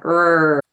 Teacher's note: the tongue is constricted up there near the roof of the mouth